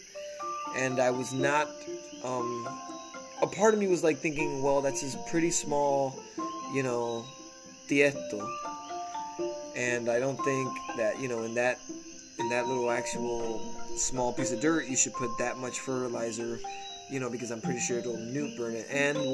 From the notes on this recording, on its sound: Testing my brothers phone microphone. My little brother recently got a new phone and I took it downloaded the anchor app on it and I tested out the audio sounds pretty good.